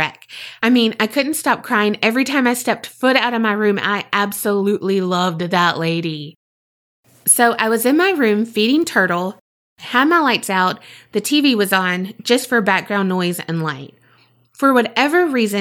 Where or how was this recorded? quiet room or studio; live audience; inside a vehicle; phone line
quiet room or studio